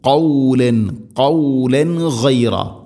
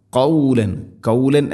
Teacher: തൊണ്ടയുടെ മുഗൾ ഭാഗവും കഴിഞ്ഞ് ഖാഫ് ചെറുനാക്കിൻ്റെ ആ ഒരു ഭാഗത്ത് നിന്നാണത് അതിൻ്റെ മഖ്റജ് · Shown in: first take